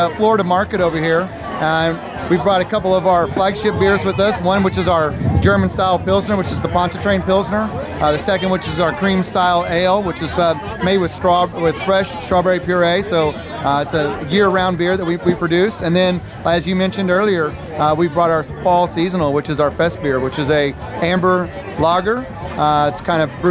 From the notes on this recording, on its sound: We made the rounds at the 2015 Baytowne Wharf Beer Festival